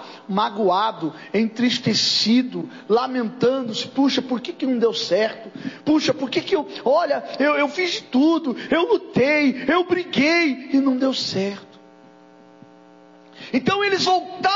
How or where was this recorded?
large echoing room